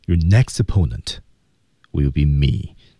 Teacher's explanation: 那么我们在这句话当中呢是降调，确认了那就是我。注意节奏上的特点啊， Your next T, Your next opponent, Your next opponent,两个 T 失去爆破。